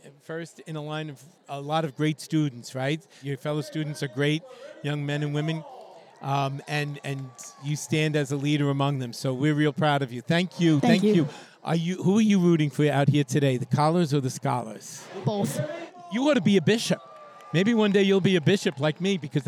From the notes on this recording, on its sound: Live from Maimonides Park in Coney Island, home of the Brooklyn Cyclones, for the 4th Annual Catholic School Night. He speaks to those in attendance at this special event.